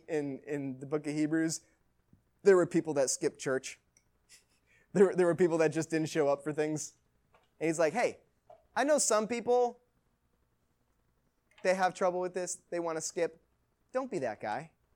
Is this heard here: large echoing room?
yes